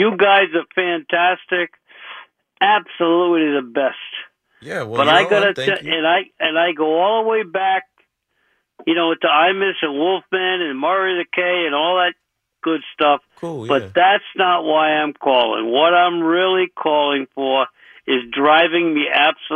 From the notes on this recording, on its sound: Opens the phone lines taking calls ranging from hockey to baseball.